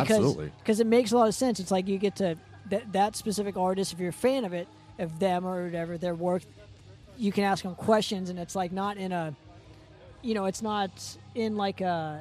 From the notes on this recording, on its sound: Live at SD Metal Swap Meet.